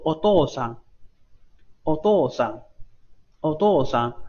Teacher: 先上，然后再下，有一个往上，上下的过程啊